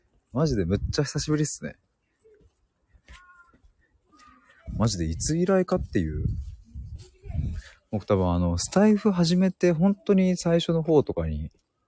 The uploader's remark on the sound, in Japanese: 駅まで歩きながら！